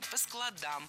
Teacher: Но если мы говорим, например, о чтении, то читаем по складам, ударяем окончание.